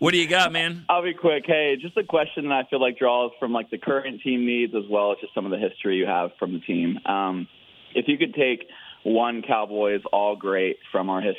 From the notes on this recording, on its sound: Friday’s show was heavy on the phone calls.